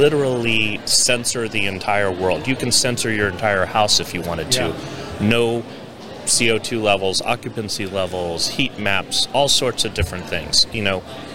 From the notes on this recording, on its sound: We're onsite at Accruent Insights. We're onsite at Accruent Insights.